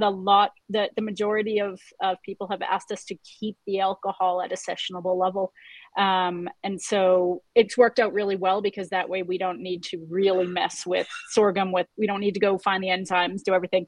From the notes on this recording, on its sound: our real ale craft beer, live beer webinar